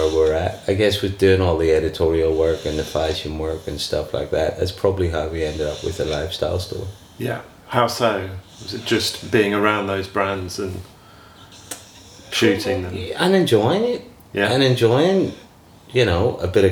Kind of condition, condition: fault, sounds in the background